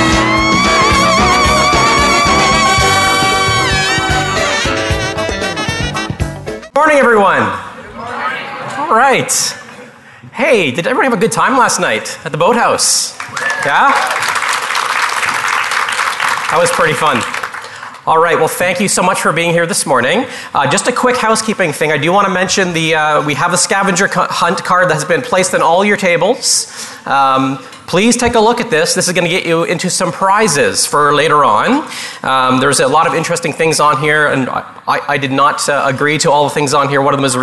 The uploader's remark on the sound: Live Broadcast at the The IPBC IGNITE Conference